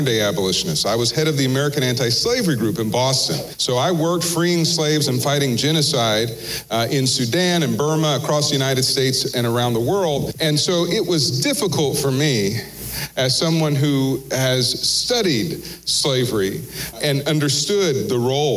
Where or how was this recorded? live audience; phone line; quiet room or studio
live audience